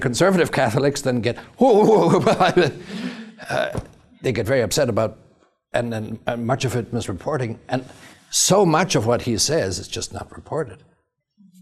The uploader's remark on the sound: talk was part of the Woman: Gift in Culture and Church Conference at Franciscan University of Steubenville